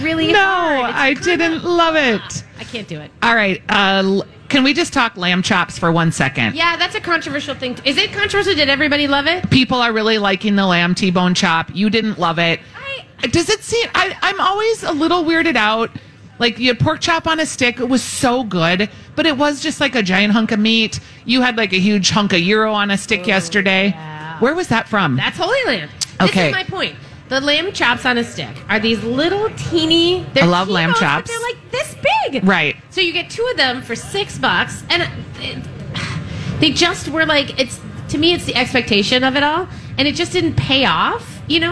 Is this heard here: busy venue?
yes